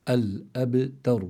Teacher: تفخيم الراء لا يستدعي تفخيم التاء، فإذا الإنسان بده يحافظ على ترقيق التاء ثم تفخيم الراء الذي بعدها